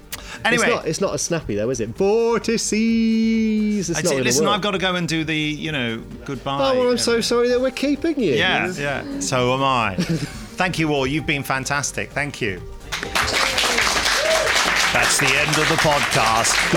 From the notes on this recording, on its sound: The podcast team report in live from Big Finish Day 3, where a lone Dalek marauds the corridors.